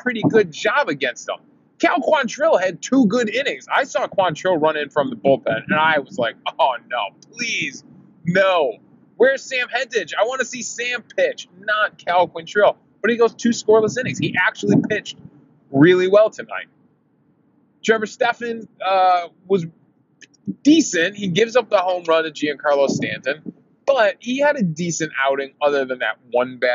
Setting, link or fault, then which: setting, inside a vehicle